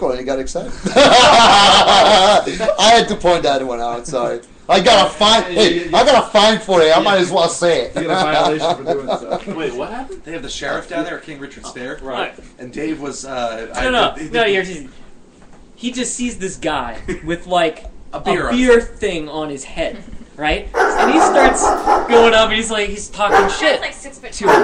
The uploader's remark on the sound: Tonight we are live from UFC 152.